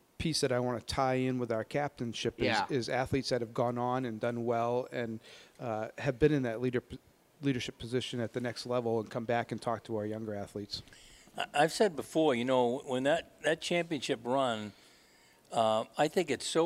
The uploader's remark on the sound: Broadcast live from Gridiron Restaurant in Lewiston as the Spectrum Healthcare Partners Studios hit the road!